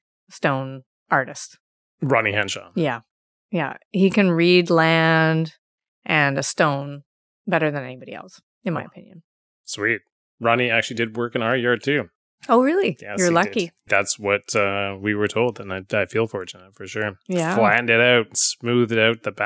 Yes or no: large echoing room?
no